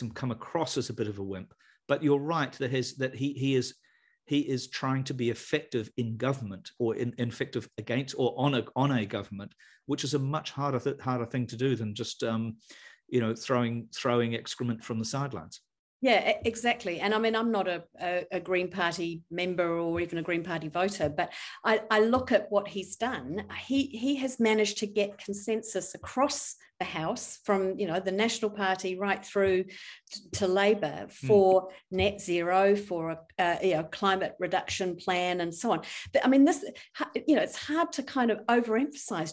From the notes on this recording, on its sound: The audio of the hour-long webinar is in the podcast above.